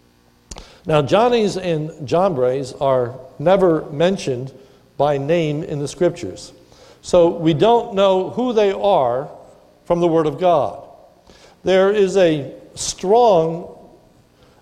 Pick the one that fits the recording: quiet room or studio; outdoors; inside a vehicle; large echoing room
large echoing room